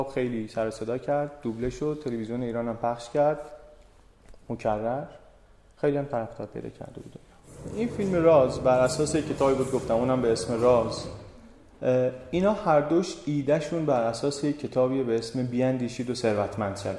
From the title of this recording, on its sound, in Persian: اجرای زنده